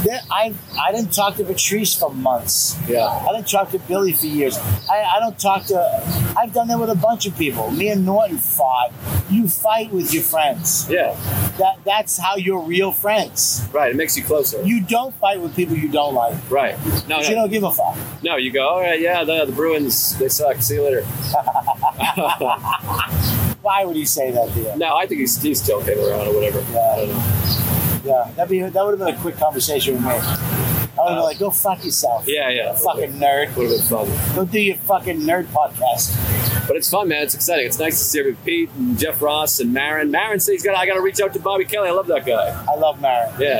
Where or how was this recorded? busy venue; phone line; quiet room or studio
busy venue